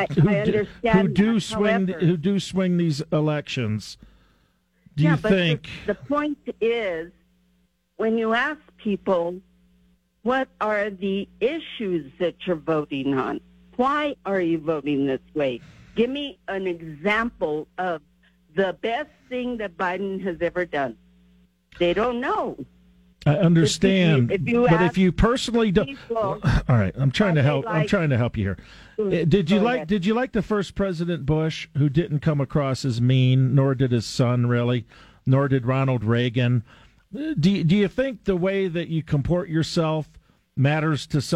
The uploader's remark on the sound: takes your phone calls on News Radio KKOB